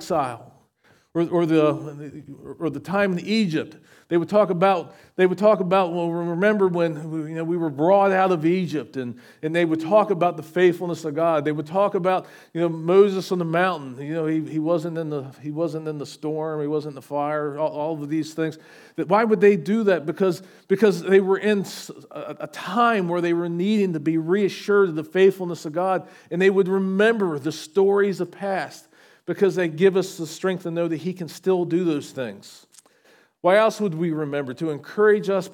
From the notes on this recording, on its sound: recorded at Shenandoah Valley Baptist Church on Dec 31, 2023.